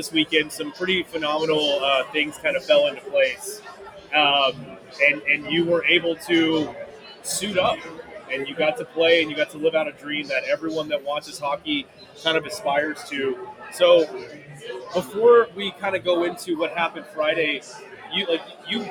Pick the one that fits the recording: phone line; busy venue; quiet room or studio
busy venue